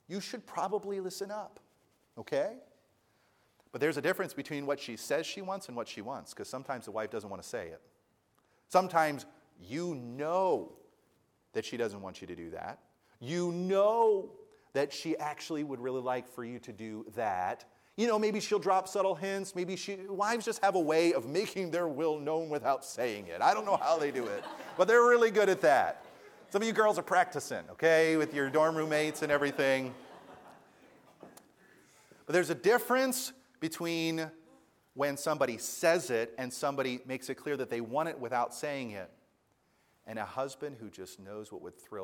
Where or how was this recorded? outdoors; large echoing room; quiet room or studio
large echoing room